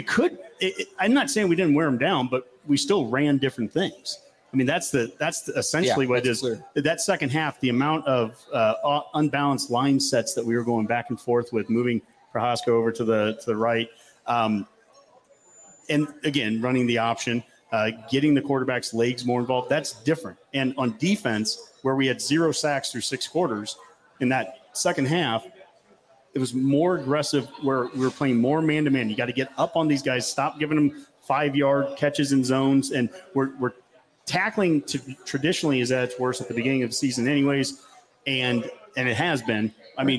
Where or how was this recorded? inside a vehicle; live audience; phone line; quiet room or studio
live audience